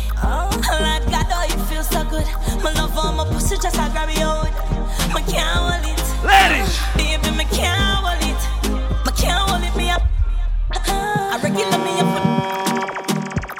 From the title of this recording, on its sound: LIVE AT ISLAND SATURDAYS ON SEPT 7TH